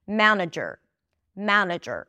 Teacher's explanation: The R after a schwa takes over the schwa sound, okay? So there isn't really a vowel there.